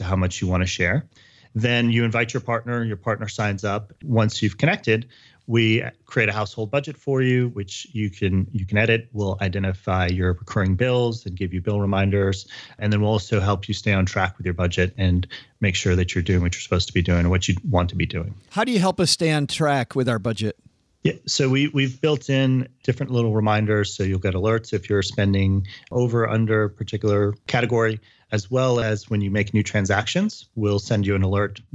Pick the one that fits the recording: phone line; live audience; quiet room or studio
quiet room or studio